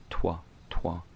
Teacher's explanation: the French T, as in toi, toi, that's actually an alveolar sound